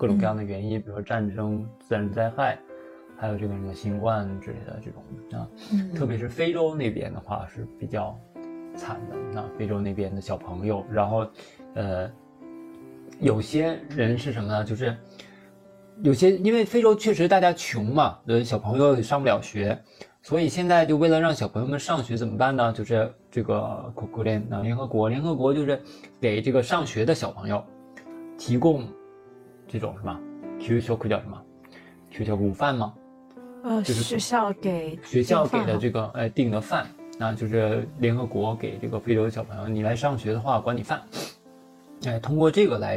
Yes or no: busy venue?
no